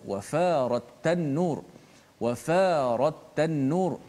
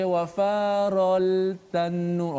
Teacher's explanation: bertemu dengan ta ha, maka caranya lam itu dibaca macam mana lam tu dimasukkan terus secara total ha, ke dalam huruf ta maka tak bunyi dah suara lam · Shown in: first take · Term: idgham syamsi